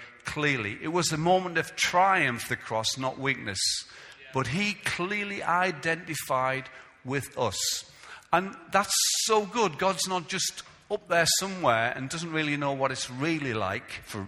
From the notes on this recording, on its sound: Recorded live at Life Church on Sunday 2nd July 2017.